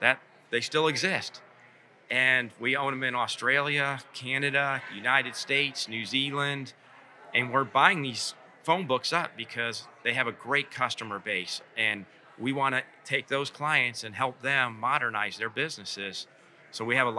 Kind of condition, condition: setting, busy venue